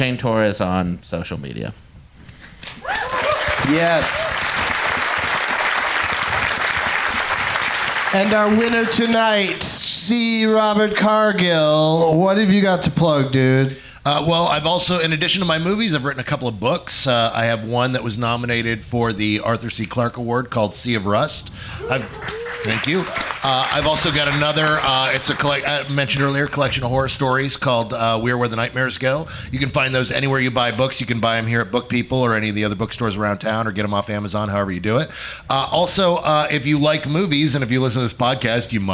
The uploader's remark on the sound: Live from the Cap City Comedy Club in Austin